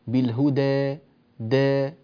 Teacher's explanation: الألف تميل قليلا تميل قليلا فتصير أرق وأجمل من الألف المفتوحة مش فيها كده صوت يعني كالقبة كقبة التفخيم نوعا ما فتنبه · Term: صوت التقليل الصحيح